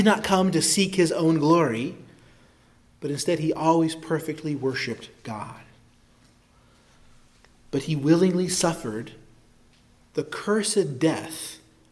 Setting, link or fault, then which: setting, large echoing room